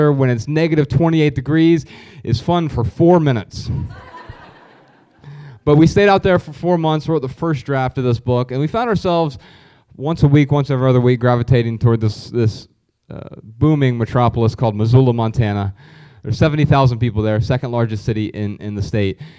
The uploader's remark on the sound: Answer questions in front of a sold-out crowd in Chicago.